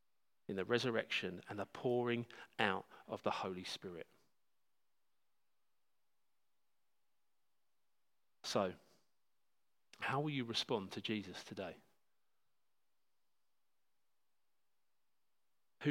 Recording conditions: large echoing room